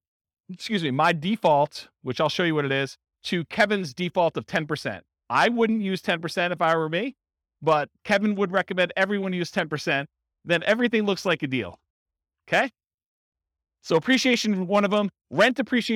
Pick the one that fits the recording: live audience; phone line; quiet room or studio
live audience